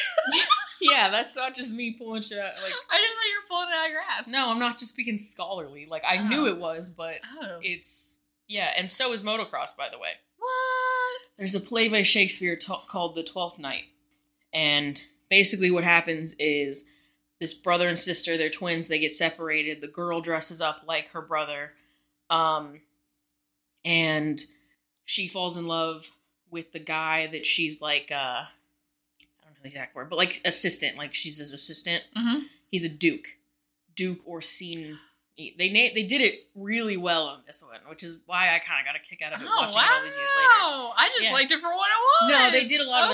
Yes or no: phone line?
no